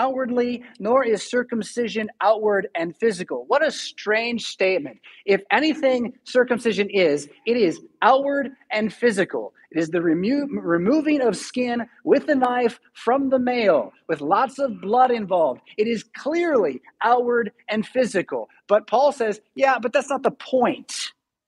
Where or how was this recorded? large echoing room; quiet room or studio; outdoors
large echoing room